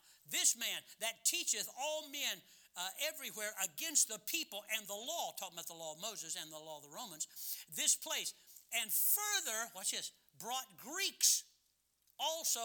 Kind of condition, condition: setting, large echoing room